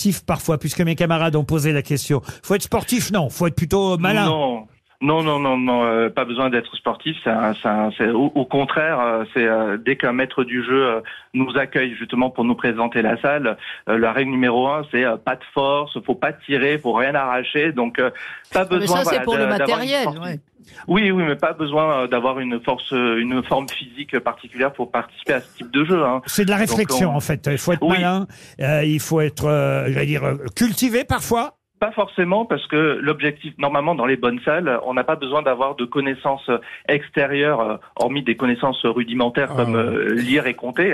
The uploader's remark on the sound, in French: au téléphone des Grosses Têtes